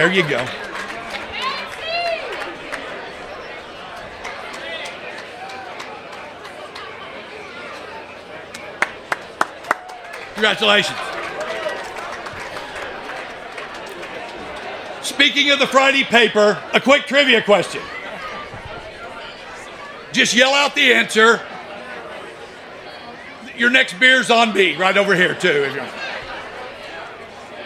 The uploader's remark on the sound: An audio recording of Casady School's 2022 Athletic Hall of Fame Induction, which took place on September 30, 2022.